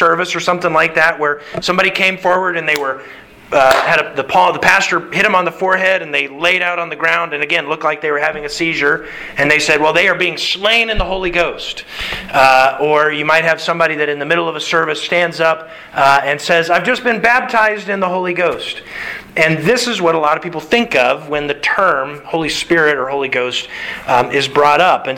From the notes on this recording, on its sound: Sermon delivered to the Galena Bible Church.